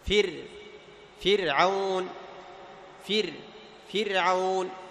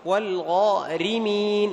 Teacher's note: تجعلها نحيفة وتجعل أقصى اللسان مستوي، هكذا تكون الراء مرققة